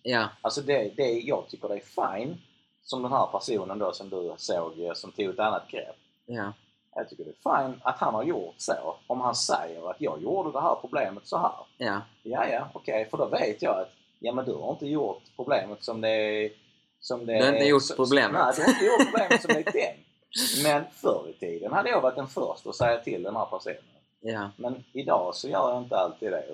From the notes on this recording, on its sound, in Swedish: Tekniska problem resulterade i någon låg audio